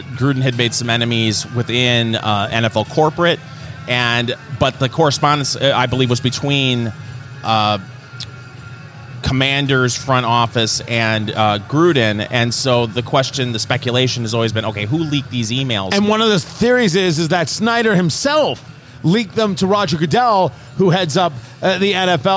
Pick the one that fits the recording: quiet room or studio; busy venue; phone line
busy venue